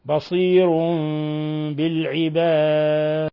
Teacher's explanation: تنوين ضم جاء بعده الباء، الحكم التجويدي إقلاب